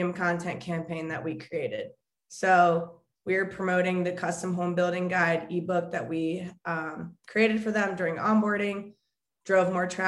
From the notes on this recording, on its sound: We sit down (in a Zoom).